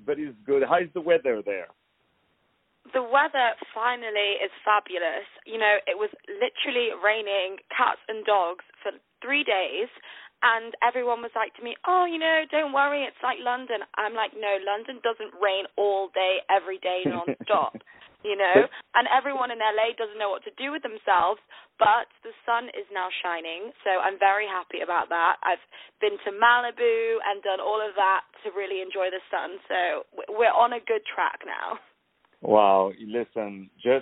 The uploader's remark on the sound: On the phone.